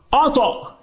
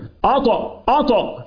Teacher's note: من صفاتها الجهر في تضام في التقاء الأوتار الصوتية